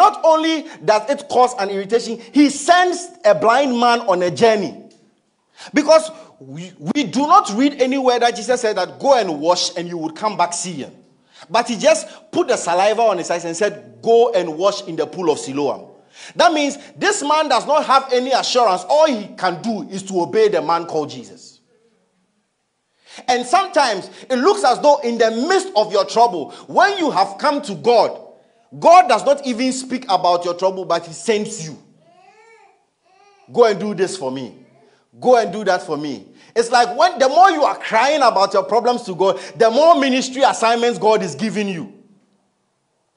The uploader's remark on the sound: Message preached at ICGC Rehoboth Temple - Toronto